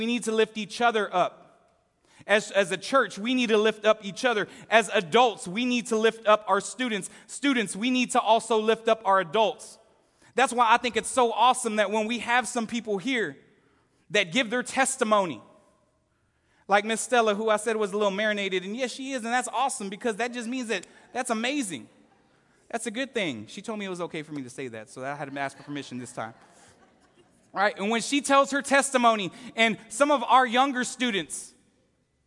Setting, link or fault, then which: setting, live audience